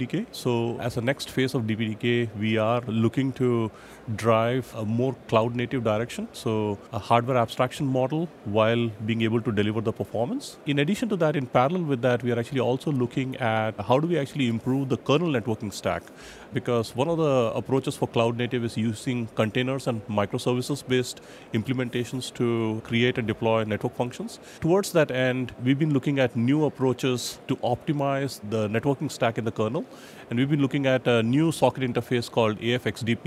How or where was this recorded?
busy venue